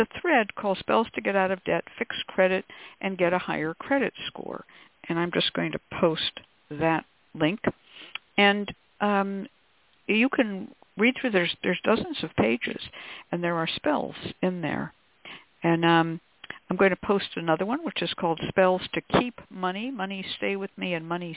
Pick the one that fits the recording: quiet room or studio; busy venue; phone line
phone line